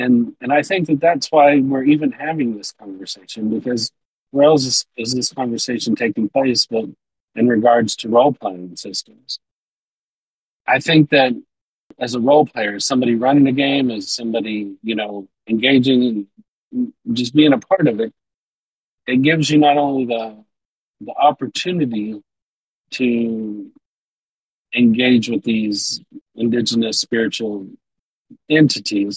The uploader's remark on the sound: We have three guest hosts for this installment, and technology was as much a bugbear as ever, so we ask that you bear with us through the remaining unresolved audio issues.